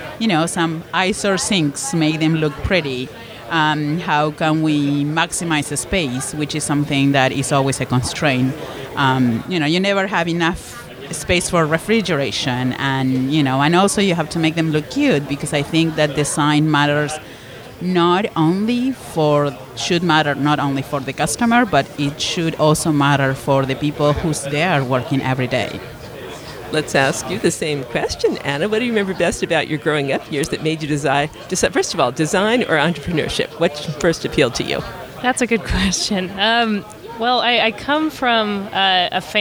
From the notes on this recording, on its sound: During Podcast Movement 2018, in Philadelphia, we had the privilege of recording, live-on-tape from the Talkshoe booth, with two special guests.